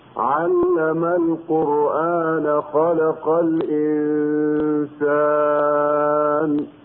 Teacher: كلمة القرآن مد الهمز وصلا يكون بمقدار حركتين لحفص هكذا: علم القرآن خلق الإنسان، لأنه بدل. · Term: مد البدل